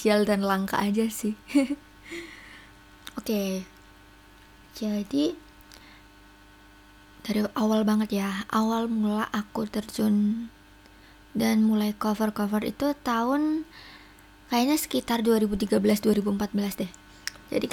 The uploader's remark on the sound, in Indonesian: maaf suara kipas anginnya emg ngganggu